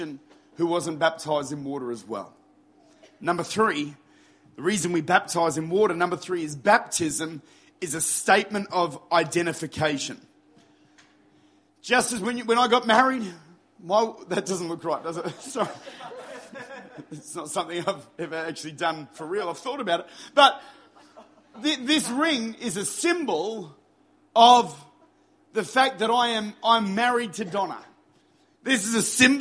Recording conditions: large echoing room